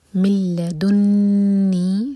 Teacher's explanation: نون پر شدہ، تو یہاں ہمیں غنہ کرنا ہے، نون کو ہول کریں گے